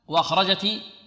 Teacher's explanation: وأخرجت الواو والهمزة مرققتان، والخاء ماذا؟ مفخمة، والراء مفخمة.